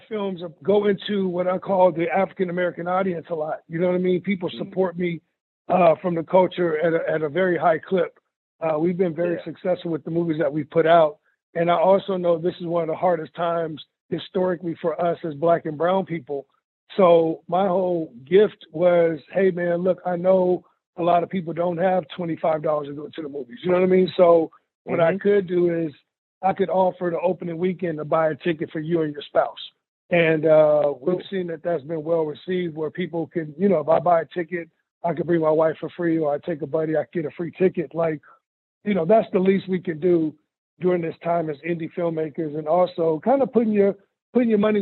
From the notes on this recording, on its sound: I hopped on the phone